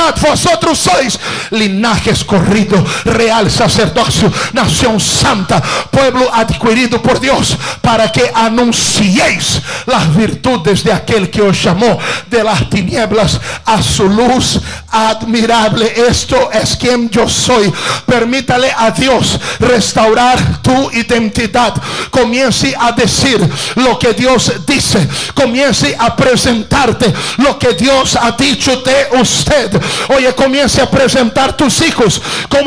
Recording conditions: large echoing room